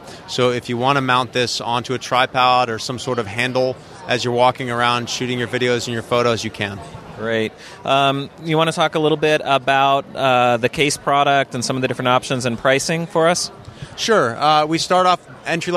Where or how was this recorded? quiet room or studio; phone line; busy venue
busy venue